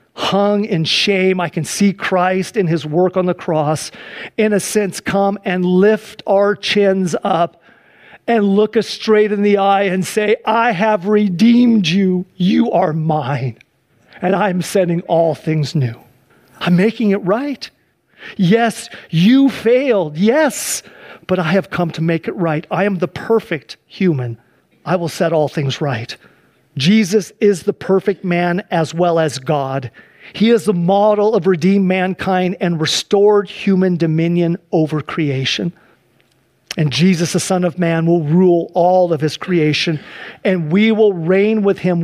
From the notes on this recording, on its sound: Sunday church service livestream